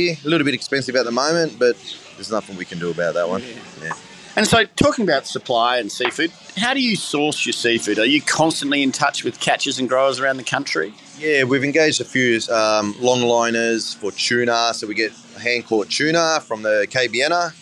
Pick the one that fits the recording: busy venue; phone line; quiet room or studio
busy venue